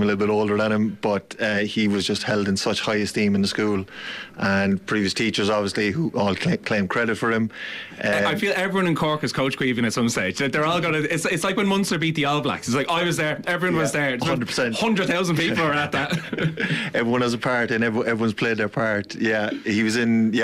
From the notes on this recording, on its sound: live from Virgin Media Park in Cork